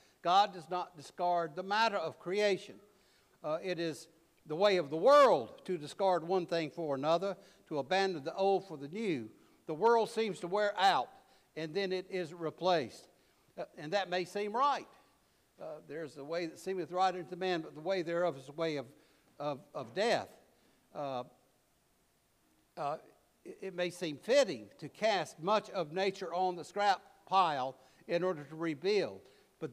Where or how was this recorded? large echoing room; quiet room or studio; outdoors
large echoing room